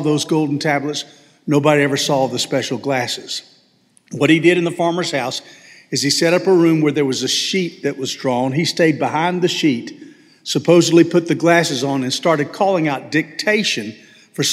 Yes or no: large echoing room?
yes